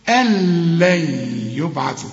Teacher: اسقط النون دي او ادغمها ادغام كامل بدون غنة